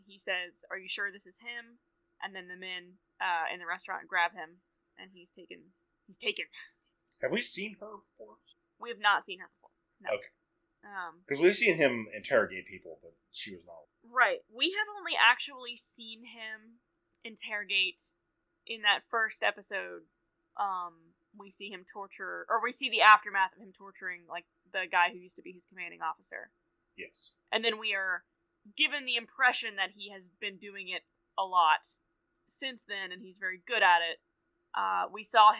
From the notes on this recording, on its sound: This week we had some audio issues.